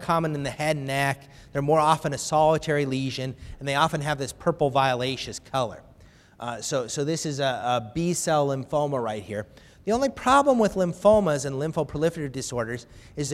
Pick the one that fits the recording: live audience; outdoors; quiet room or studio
live audience